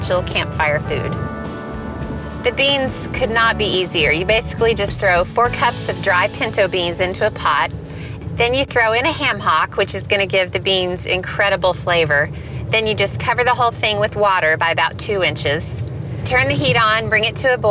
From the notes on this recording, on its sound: Cook over the campfire in the great outdoors. With direct audio from her hit Food Network TV show.